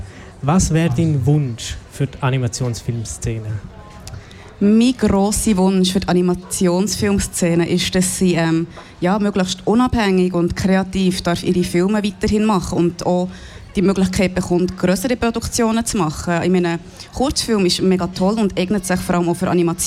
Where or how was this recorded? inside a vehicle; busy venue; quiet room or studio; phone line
busy venue